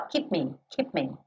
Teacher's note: Não vou quicar no lábio com lábio. Eu vou uma vez só.